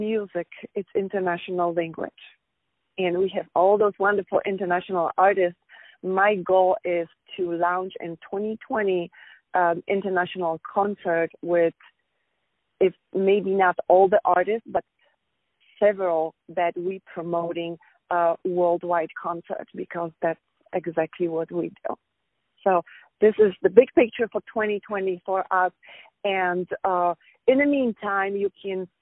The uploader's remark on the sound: On the phone